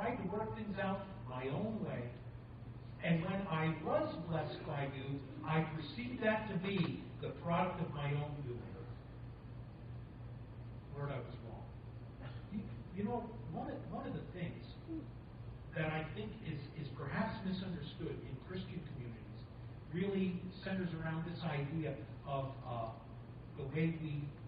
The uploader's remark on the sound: Thank you for your patience as we are still having recording issues. You may need to turn up the volume on this one.